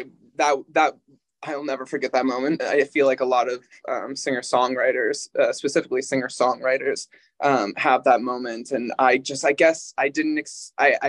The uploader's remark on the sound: Join us via Zoom from their LA-area rehearsal space a week after their tour wrapped.